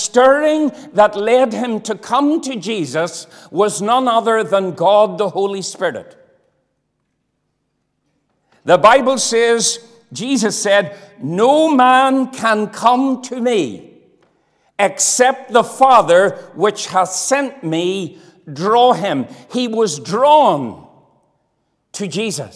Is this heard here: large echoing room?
yes